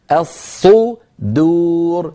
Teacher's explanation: الصدور بتفخيم الصاد وترقيق الدال، ولا نقول الصدور، الصدور ولا نفخم الدال حتى تصير شبه ضاد.